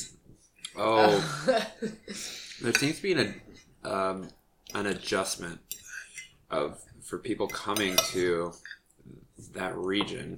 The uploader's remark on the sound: Trigger warning: LOTS OF SILVERWARE NOISES